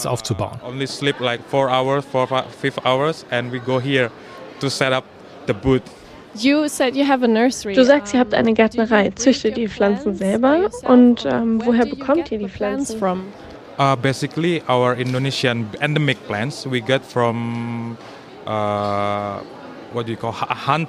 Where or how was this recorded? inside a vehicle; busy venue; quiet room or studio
busy venue